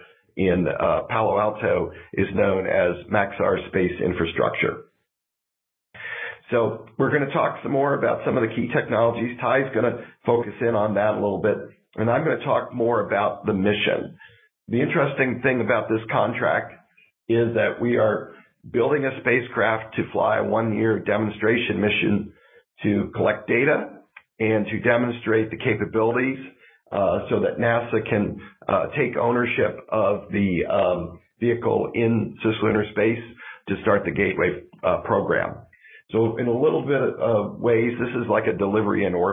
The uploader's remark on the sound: a Future In-Space Operations teleconference